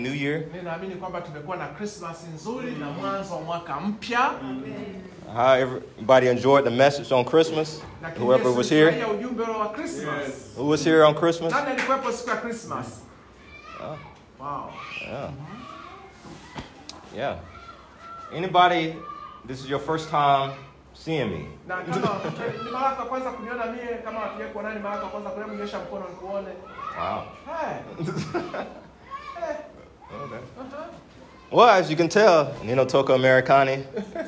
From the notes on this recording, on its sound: Listen to this message that I preached at a local church in Zanzibar.